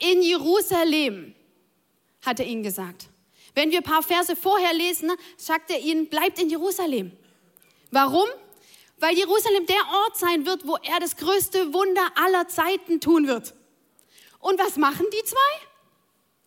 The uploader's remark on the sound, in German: Audiomitschnitt der Predigt vom 09.04.23.